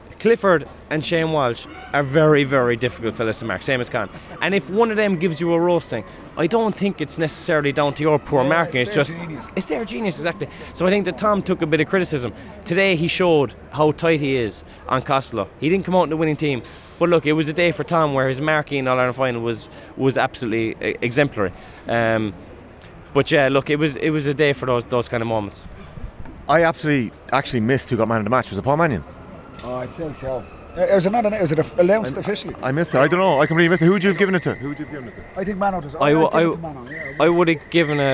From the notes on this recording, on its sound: live from Croke Park